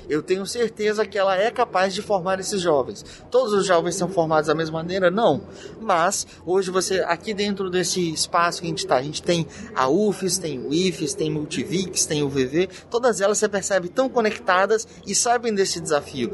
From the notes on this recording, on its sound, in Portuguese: Episódio gravado no evento "SEBRAE/ESX - ESPÍRITO SANTO INNOVATION EXPERIENCE", realizado em dezembro de 2021.